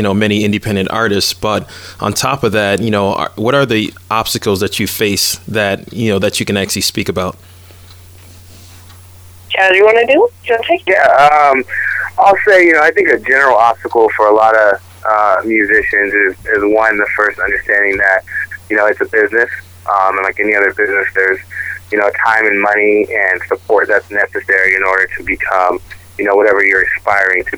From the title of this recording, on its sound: Phone Interview